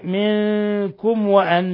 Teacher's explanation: ميم ساكنة جاء بعدها الواو إظهار شفوي، بل هو من أشد حالات الإظهار الشفوي.